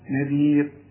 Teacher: شوف الراء أنا وقفت عليها مع العلم عليها ضمتين، لكن الراء ما دام قبلها ياء تقف عليها وهي مرققة